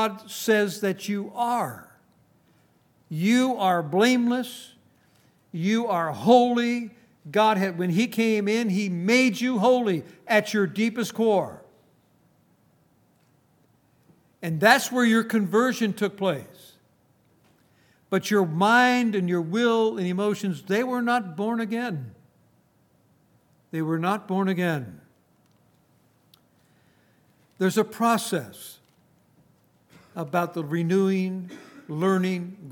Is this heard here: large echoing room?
yes